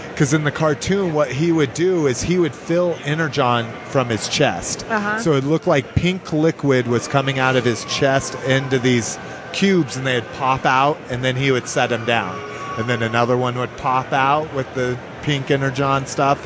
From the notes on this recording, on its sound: The show which was recorded in its entirety at the con.